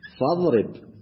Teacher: فاضرب في الحقيقة أنت كتبت الهمزة لكن لم تلفظ بها. اللفظ هكذا: فاضرب، فاء ثم ضاد ثم راء ثم ضاء. · Term: همزة وصل